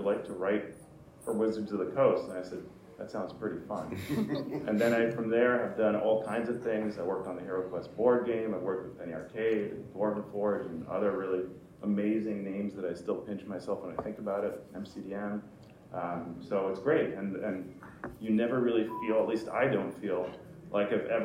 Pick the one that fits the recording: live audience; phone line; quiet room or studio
live audience